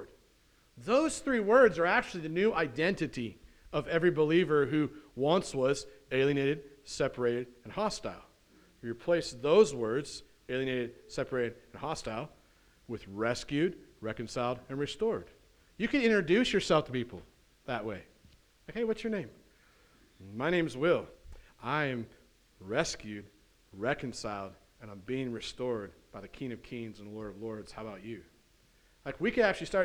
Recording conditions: large echoing room